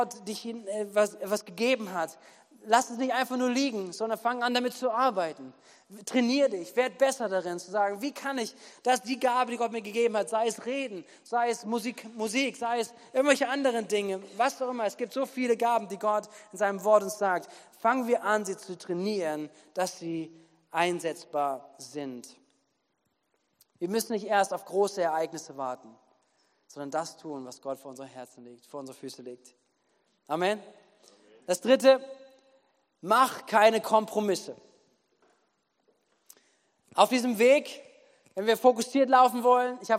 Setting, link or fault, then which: setting, large echoing room